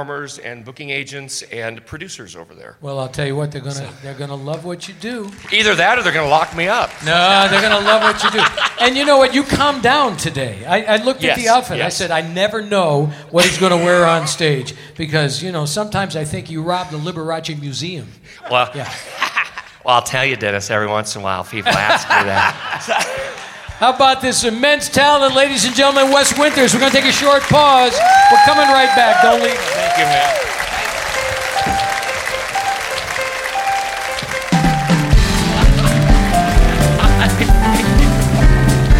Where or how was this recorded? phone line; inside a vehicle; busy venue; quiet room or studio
busy venue